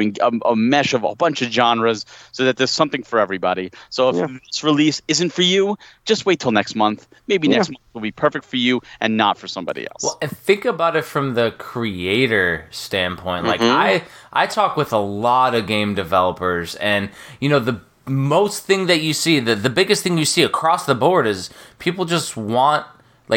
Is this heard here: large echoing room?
no